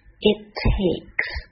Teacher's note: 那这里连在一起读的话 T 只发一遍音就可以了